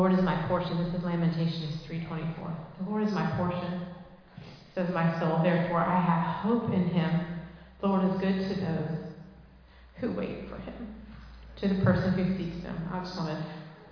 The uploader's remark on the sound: Recorded live in Liberty Church on 25 June 2023